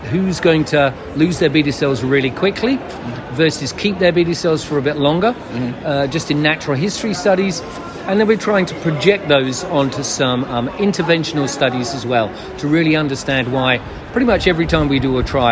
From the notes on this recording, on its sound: “Heard on the Street” recorded during IDS Paris 2023